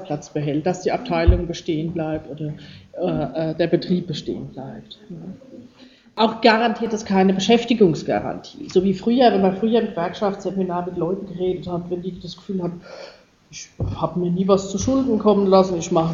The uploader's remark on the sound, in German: Geschnittener Mitschnitt eines Vortrags. Über Burnout in Darmstadt.